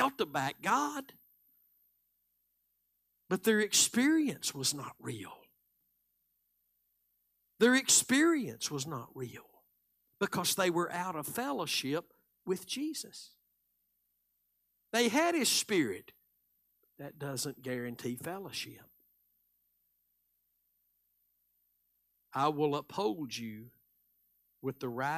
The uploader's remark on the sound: Live Sunday Morning Service